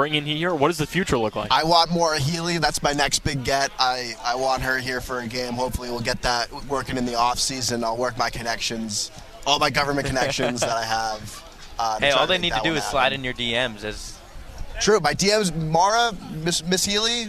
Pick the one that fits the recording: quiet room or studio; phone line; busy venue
busy venue